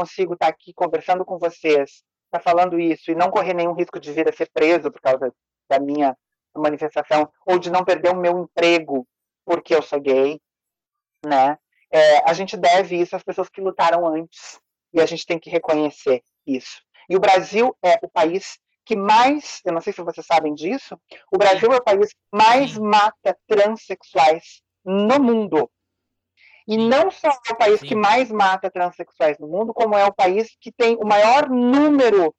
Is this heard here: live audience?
no